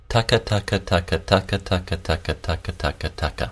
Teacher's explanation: Now we're going gum ridge and soft palate.